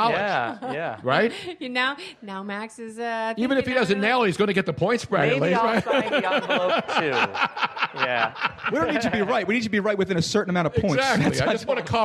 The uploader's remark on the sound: The live audience at Comedy Sports Theatre. A live call in from the owner of Nicks Place in Houston, Texas.